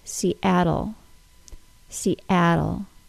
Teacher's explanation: What I mean is that I don't want you to say Seattle, Seattle. That stop I added to the word was the glottal stop, and it's the most common problem I hear with non-native speakers when words have adjacent vowel sounds.